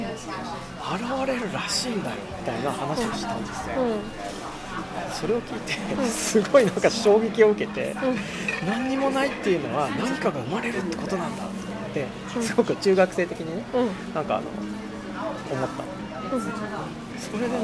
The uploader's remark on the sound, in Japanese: 収録日: 2017年6月28日 (雨) 収録場所: 上野公園